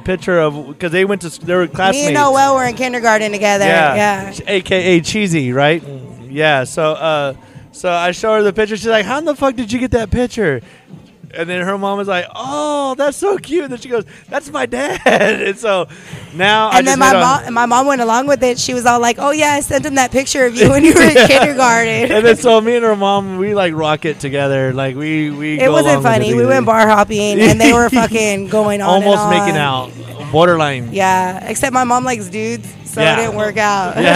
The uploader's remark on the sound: This week we are on location from Whiskey River Saloon